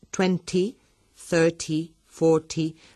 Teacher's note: La pronunciación británica de 20, 30, 40, por ejemplo, es 20, 30, 40, pronunciando la T claramente. En cambio, en inglés americano esa T casi desaparece, casi no se pronuncia, y más bien lo que se dice es 20, 30, 40, y sigue igual hasta 90.